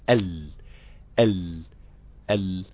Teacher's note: حرف اللام هو أصول الثنايا، أدنى حافتي اللسان ما يقابلها من حركة الأعلى، أصول الثنايا العليا أو ما فوق أصول الثنايا العليا